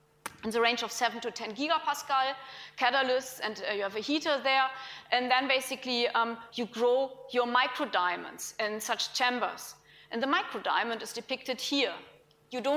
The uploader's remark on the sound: IFE Grand Challenge Lecture, recorded 23 February 2018 at QUT